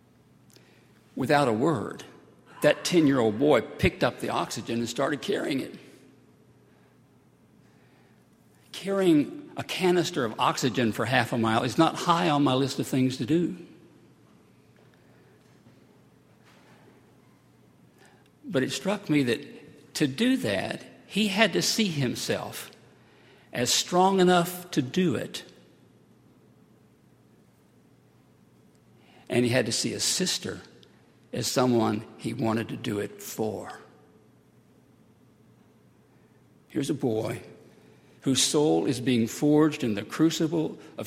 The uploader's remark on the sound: at Highland Baptist Church